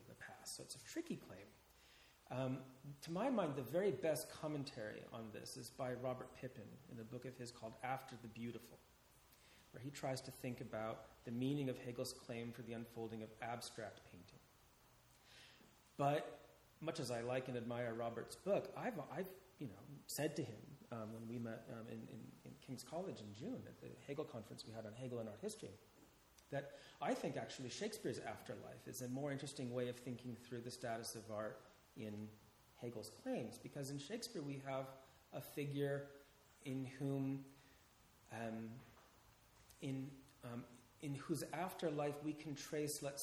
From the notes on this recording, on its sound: This talk is part of the Shakespeare and the Enlightenment symposium, held at Garrick's Temple to Shakespeare(Hampton, London) in September 2016.